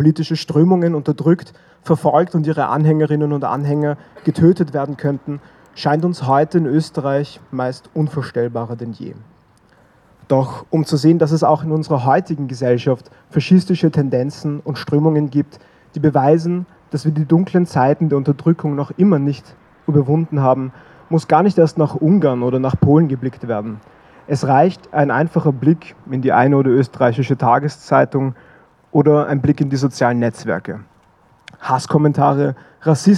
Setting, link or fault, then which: setting, outdoors